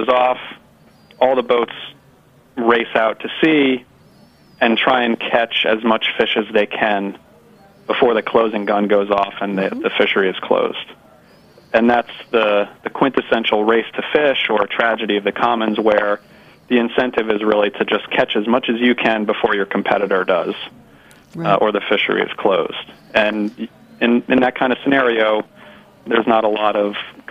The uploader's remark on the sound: calls in with a report live from Bonnaroo